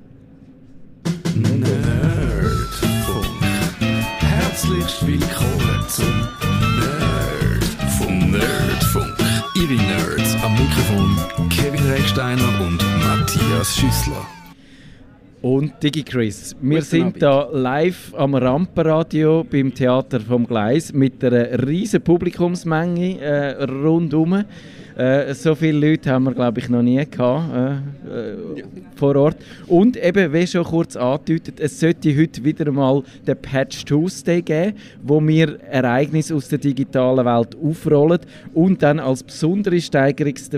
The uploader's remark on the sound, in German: Traditionsgemäss senden wir auch heuer wieder von der Rampe, also live und openair vom Theater am Gleis.